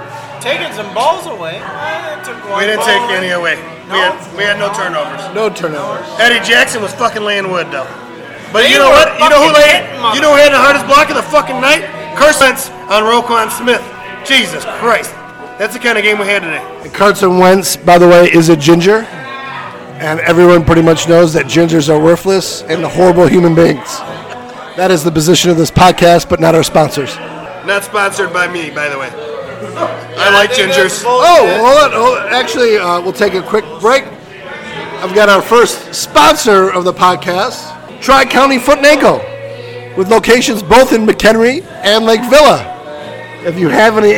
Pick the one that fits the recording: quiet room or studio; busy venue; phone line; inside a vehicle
busy venue